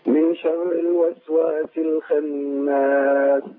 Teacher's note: نفخم الخاء شوية ونعمل الإخفاء